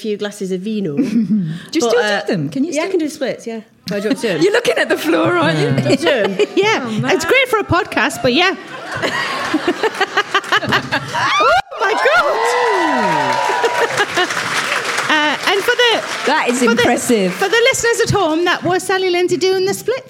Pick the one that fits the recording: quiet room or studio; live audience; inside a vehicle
live audience